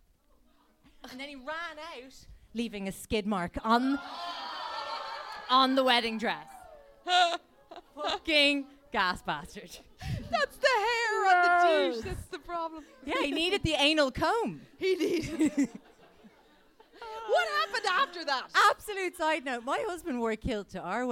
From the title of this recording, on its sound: LIVE AT THE LIGHTHOUSE